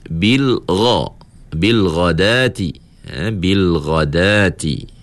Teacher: Adapun huruf ghain, dia tebal hanya dengan sifat isti'la' sahaja.